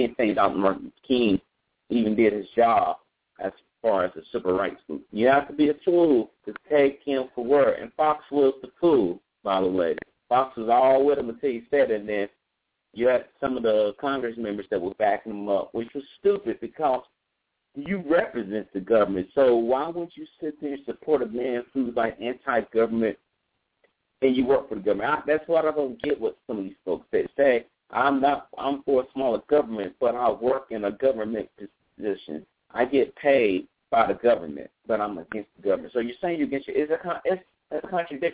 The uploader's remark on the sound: Call in live show